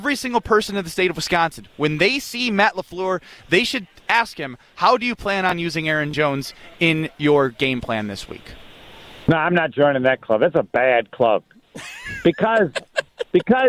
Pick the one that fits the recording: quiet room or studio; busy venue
busy venue